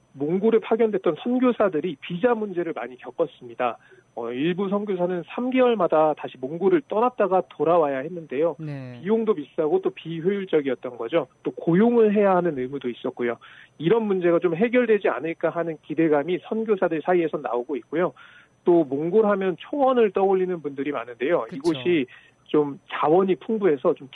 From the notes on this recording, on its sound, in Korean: 현장 연결